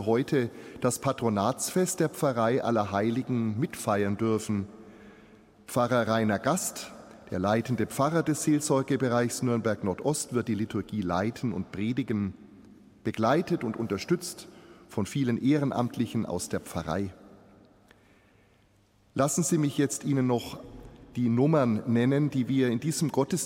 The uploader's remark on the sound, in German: Live-Gottesdienstübertragung aus der Allerheiligenkirche in Nürnberg